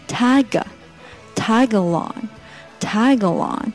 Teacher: tag 的 g 和 along 的 a 可以做连读